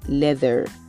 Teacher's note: So if you have a word like leather, in British English you say leather. In American English you say leather. You make sure that you sound the R.